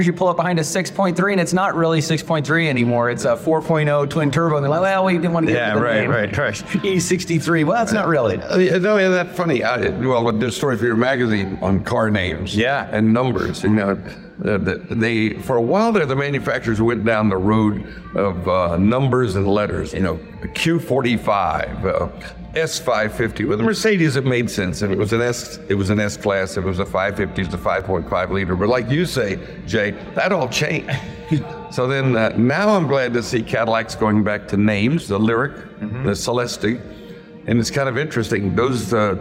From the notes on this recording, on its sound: Live from the Chattanooga Motorcar festival